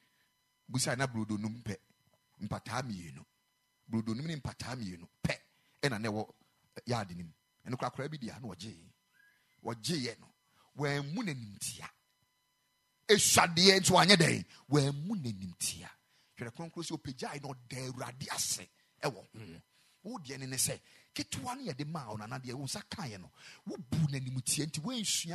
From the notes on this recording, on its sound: Preached at the Ekklesia Chapel